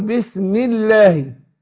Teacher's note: فاقول بس والسين مهموسة، بسم الله. هنا لام لفظ الجلالة مرققة، ليه؟ لأن الميم في بسم مكسورة